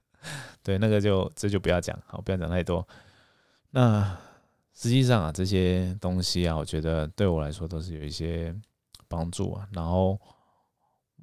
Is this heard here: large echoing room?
no